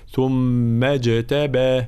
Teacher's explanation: همزة الوصل تسقط في درج الكلام، لا نحققها في وسط الكلام أي تحذف، فنقول ثم اجتباه من الميم المفتوحة إلى الجيم الساكنة